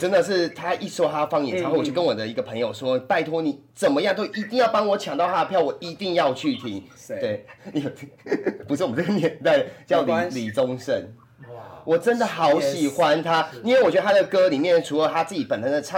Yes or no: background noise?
yes